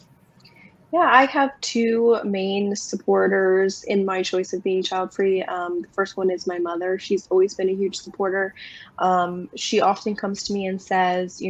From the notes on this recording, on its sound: One of the questions asked to the panel of speakers during this replay from the 2022 Virtual Childfree Convention.